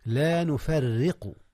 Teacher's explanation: ترقيق للراء في لا نفرق، حيث جاءت مكسورة، لا نفرق بين أحد منهم.